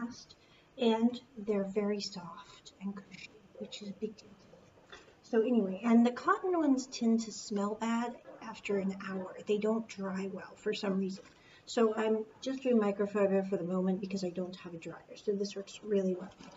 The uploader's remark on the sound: Sorry for the poor audio quality--this was recorded early this year and I was still working out audio kinks.